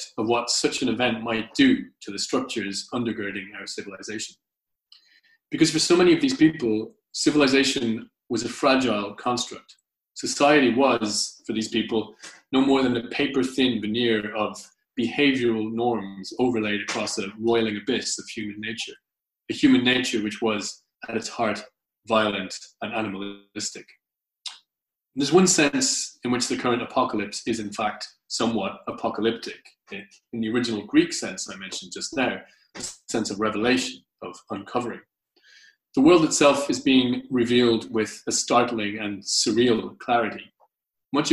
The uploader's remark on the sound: Recorded at the very first online 5x15 event.